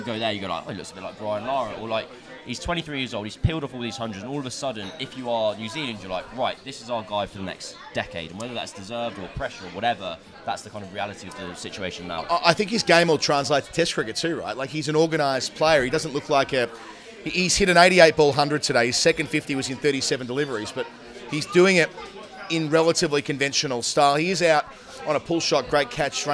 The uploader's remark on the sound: Recorded at his local pub in North London before they head to the football.